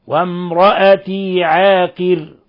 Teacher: ترقيق الراء لأنها مسبوقة بكسر لازم، فهذا الكسر اللازم يؤثر في الراء فيعمل على ترقيقها، وامرأتي